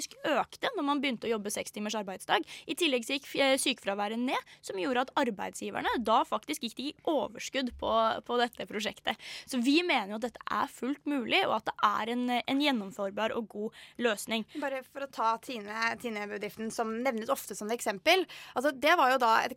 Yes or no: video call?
no